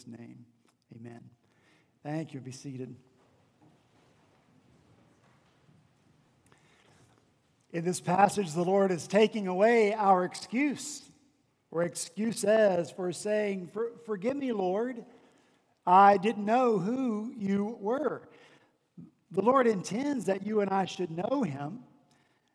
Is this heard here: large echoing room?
yes